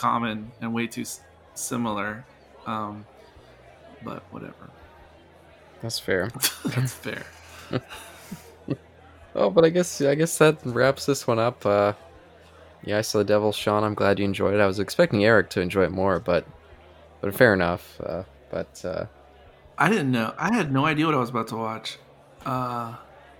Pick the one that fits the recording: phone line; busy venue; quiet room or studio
busy venue